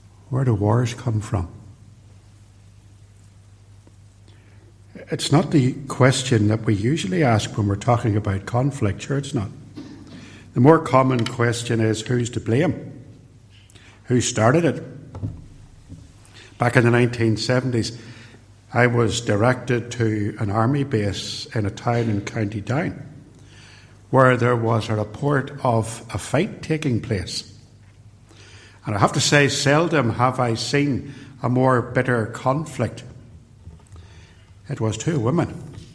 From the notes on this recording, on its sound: Recorded at Templepatrick.